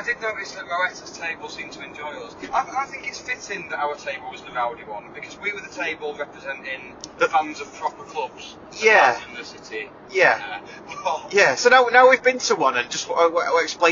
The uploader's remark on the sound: special episode recorded on the way to and from the 2022 Northwest Football Awards